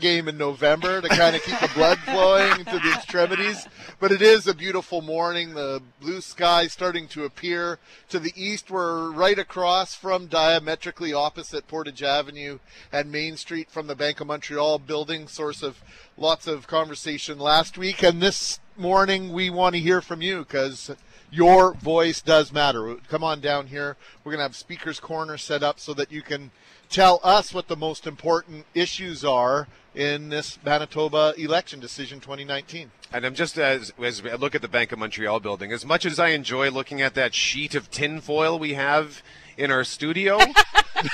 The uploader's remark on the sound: LIVE from Portage & Main